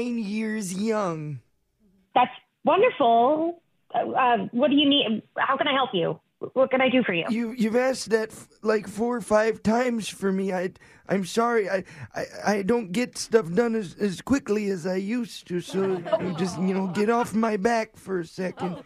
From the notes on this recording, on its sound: Phone Tap